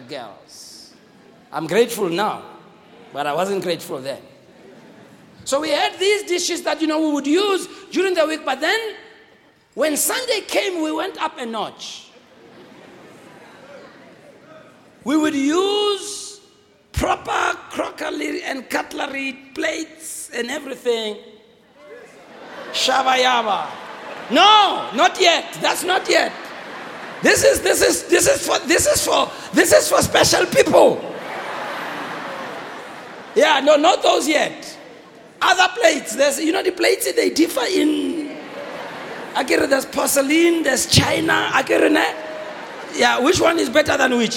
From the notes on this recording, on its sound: Preached on the 7th of February 2016 at GBC Pimville